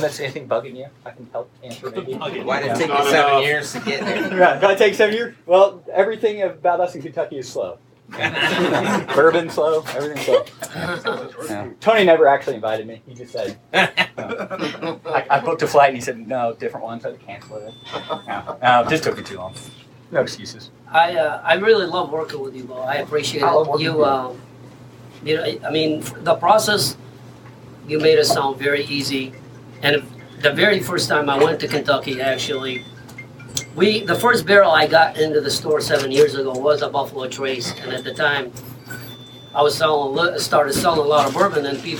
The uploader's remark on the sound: Live at the Wine Garden. Wasn’t sure that audio would turn out, glad it did.